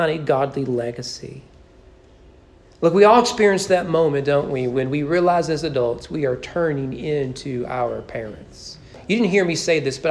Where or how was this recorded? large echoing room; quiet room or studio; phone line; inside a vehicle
large echoing room